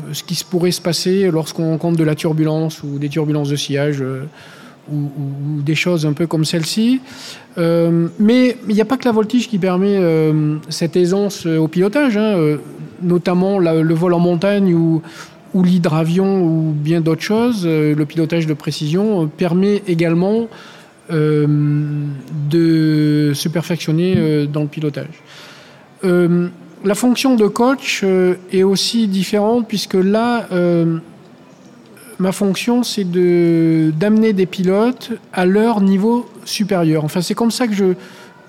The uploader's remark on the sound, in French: Bienvenue sur cette série d'épisodes enregistrés en live au musée Aeroscopia à Toulouse. En scène ouverte devant le public.